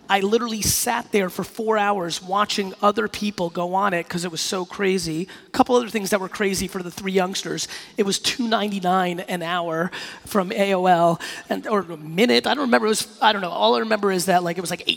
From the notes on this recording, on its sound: PRSM2018 in Nashville, Tennesee. This keynote I did recently in Nashville at PRSM2018. Close it out with a fire Q&A session.